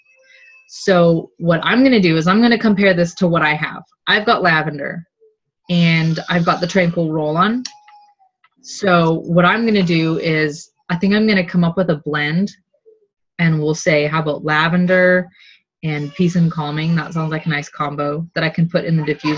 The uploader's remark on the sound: OLDEST Zoom call recorded! One of only TWO Zoom calls we recorded from the Seattle house attic!